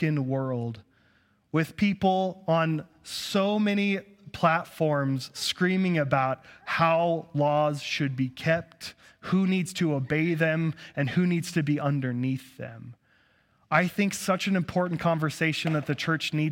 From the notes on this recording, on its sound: At Cathedral of the Rockies Amity Campus.